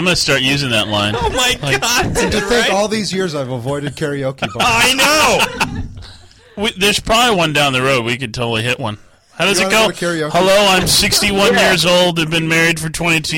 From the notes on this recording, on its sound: Friends & family call in a Happy B-Day.